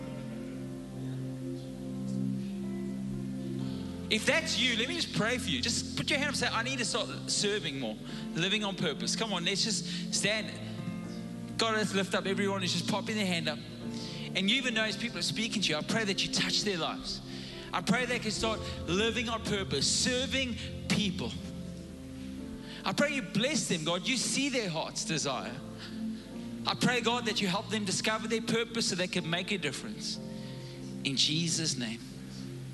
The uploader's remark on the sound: Recorded live on Sunday the 3rd April 2022